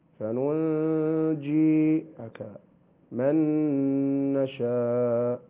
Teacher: فننجي إخفاء النون الساكنة قبل حرف الجيم مع الغنة